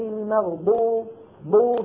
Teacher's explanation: بو فيها استطالة لكنها ضعيفة لأن الضاد متحركة. إذن مندرجة تحت القاعدة التي ذكرتها منذ قليل، الحركة تضعف من وضوح الصفة. · Term: الاستطالة